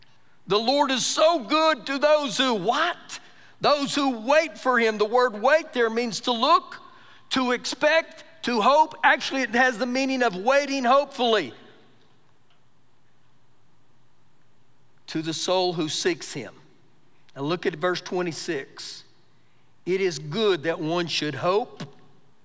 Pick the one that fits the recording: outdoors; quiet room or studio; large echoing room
large echoing room